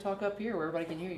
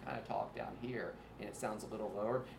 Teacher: they go down into what's called a vocal fry. It's this popping sound. · Shown in: second take